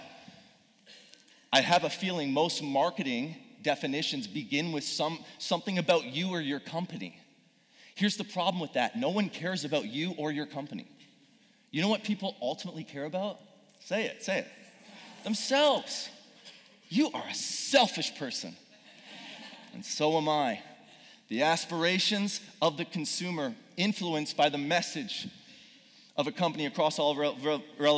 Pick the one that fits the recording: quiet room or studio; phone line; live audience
live audience